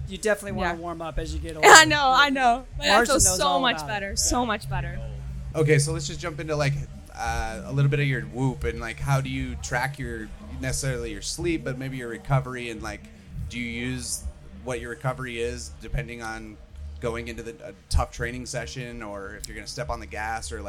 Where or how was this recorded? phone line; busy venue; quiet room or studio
busy venue